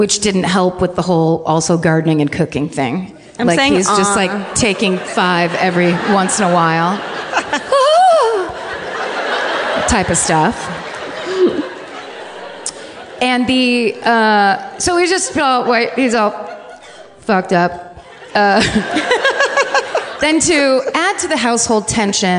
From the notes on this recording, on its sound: Live from the Chicago Podcast Festival.